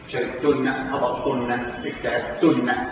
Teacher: تاء مضمومة ونون مشددة مفتوحة تن لجمع الإناث، شربتن هبطتن اكتئبتن وهكذا.